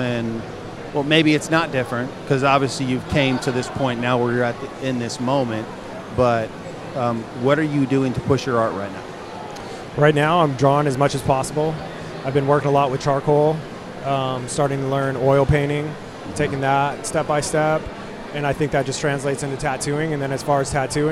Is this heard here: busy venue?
yes